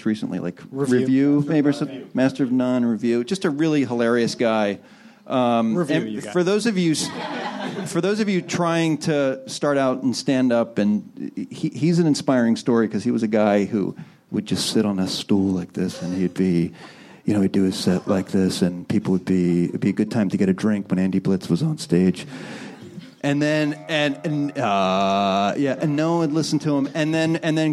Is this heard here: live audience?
yes